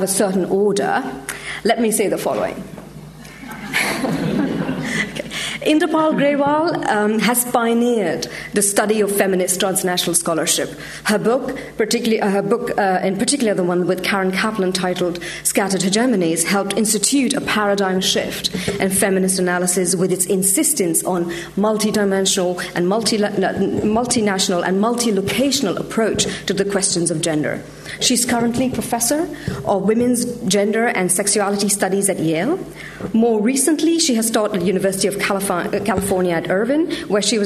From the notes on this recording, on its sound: Gender Institute 20th Anniversary Conference keynote